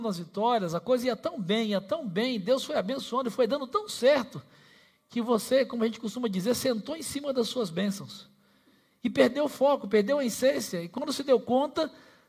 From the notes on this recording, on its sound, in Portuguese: Celebração ao vivo